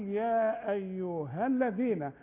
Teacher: إنما إحنا بنقرب القراءة اللي مكتوب بها المصحف أقول يا أيها. أما الألف الأخيرة بتلغى لأنها ساكنة